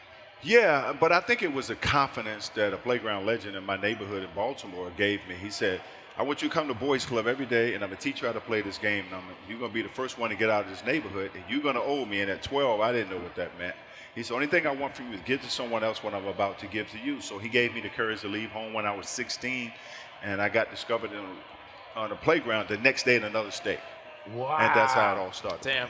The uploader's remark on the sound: live again from NBA-CON in Vegas